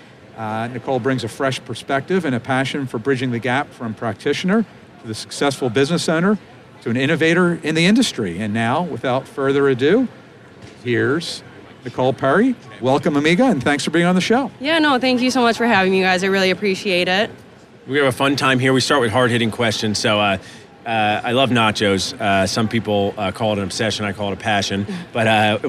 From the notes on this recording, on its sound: Live from Darby at the GNYDM 2019. Live from the Darby booth at the GNYDM 2019.